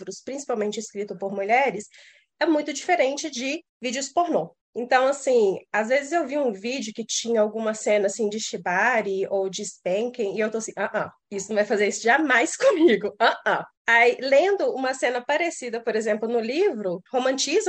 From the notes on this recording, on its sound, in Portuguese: o áudio dos melhores momentos do nosso primeiro encontro com apoiadores pelo Zoom